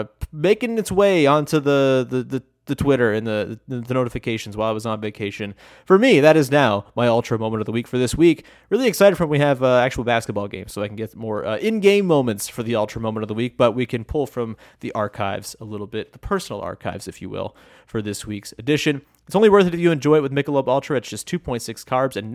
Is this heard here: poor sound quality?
no